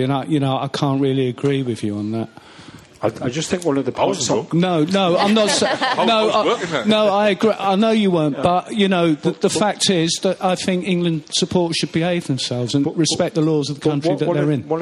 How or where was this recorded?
busy venue